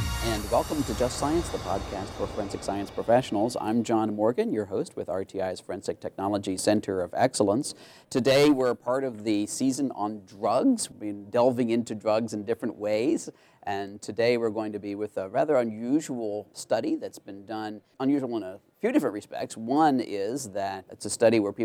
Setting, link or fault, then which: setting, busy venue